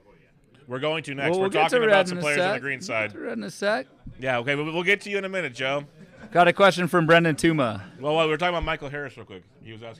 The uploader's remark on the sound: LIVE From FPAZ 2023